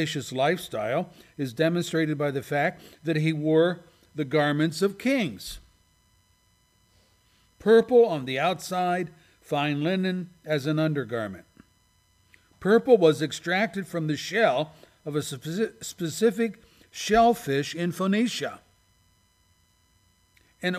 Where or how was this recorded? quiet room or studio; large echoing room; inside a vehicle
large echoing room